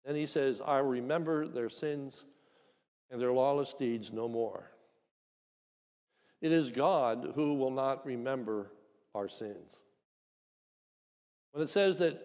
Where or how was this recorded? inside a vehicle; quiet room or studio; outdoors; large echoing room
large echoing room